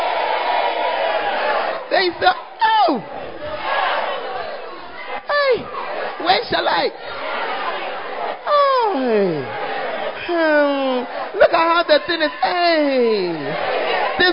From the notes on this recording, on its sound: Preached At The 100s and 200s Camp